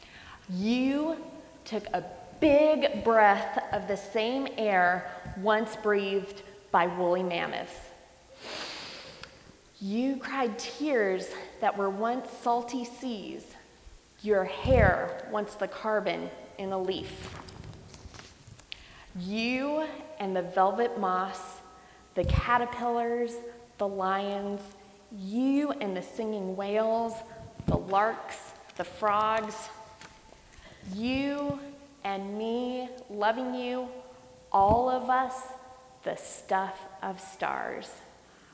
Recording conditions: large echoing room